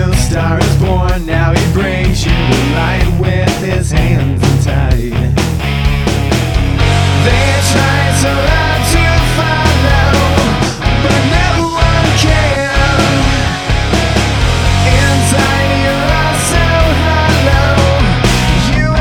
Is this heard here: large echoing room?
no